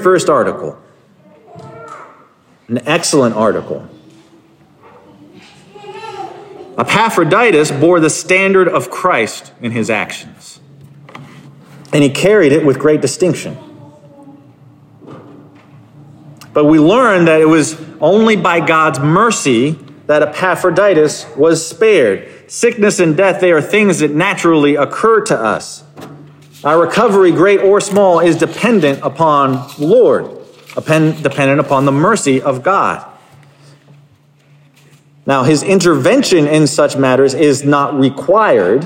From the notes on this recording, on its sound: Sermon Preached 10/16/2022 at Covenant Heritage Reformed Church in Hampton, Virginia